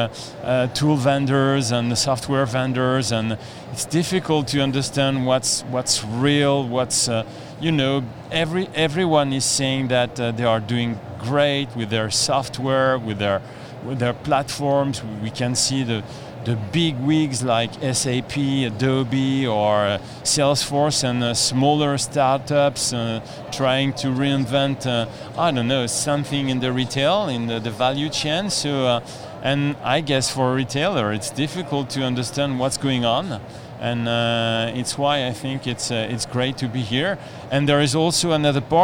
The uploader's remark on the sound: here is a podcast recording we made at the event